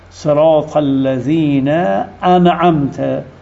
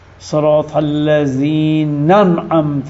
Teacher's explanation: و کذا یجب اثبات و حمزه القطع که حمزه انعمت علیه، صراط الذین انعمت، حتما این حمزه تلفظ باید بشه چون حمزه قطعه · Shown in: first take · حالا فلو حذفها، صراط الذین انعمت اینجوری بکنه و حمزه را بندازه بطله.